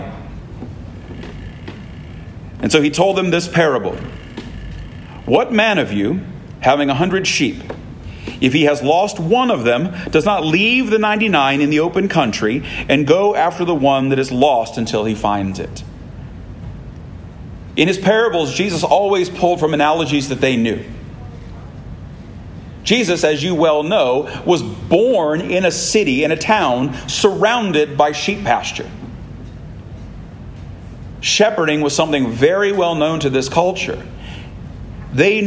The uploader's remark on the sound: This sermon was preached at Christ Church Anglican in Florence, KY